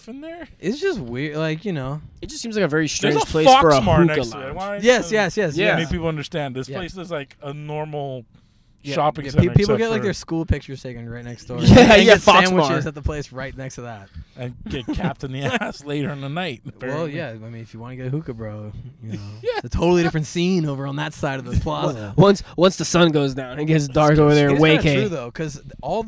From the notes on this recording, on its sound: We are in the car. Recorded at Thank You Miami.